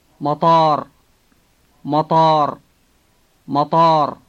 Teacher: It has the heavy, hollow-sounding T in the middle.